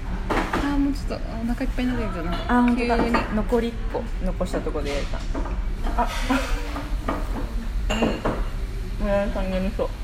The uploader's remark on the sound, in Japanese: お腹空きすぎて、眠すぎるわたしたちは誘われるようにやよい軒へ。とり天と油淋鶏をハムハムしながら収録してるよんっ。